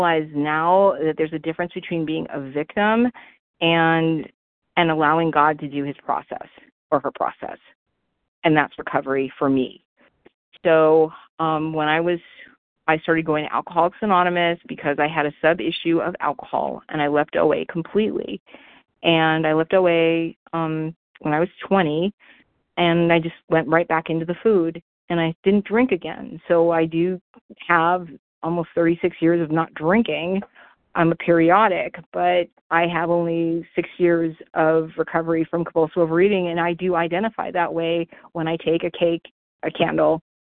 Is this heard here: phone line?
yes